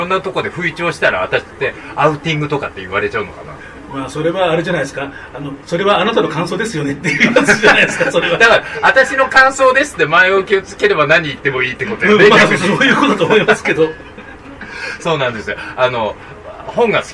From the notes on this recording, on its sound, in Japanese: 2023年3月19日に新宿二丁目ALAMAS CAFEにて公開収録したものを編集しております。途中、会場の都合上、製氷機の音やお客様の声が入っております。機材マイクの関係で音量にバラつきやハウリングがある箇所がございます。